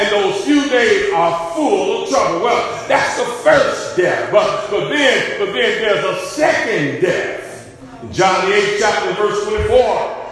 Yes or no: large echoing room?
yes